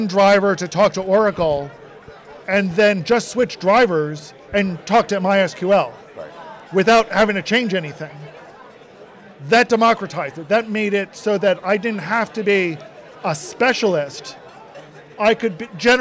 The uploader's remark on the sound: Live and In Person at Voice+AI 2023. At the Voice and AI 2023 conference.